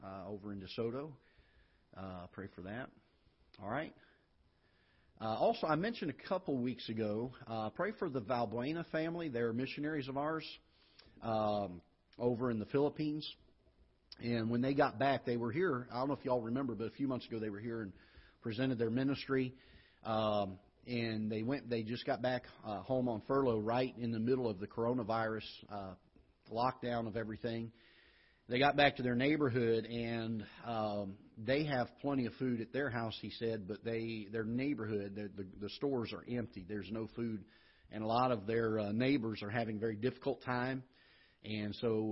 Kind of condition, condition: setting, large echoing room